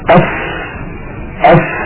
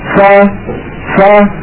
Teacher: نجد هواء يتدفق بكمية معينة مع حرف فاء لأنها ساكنة · Shown in: first take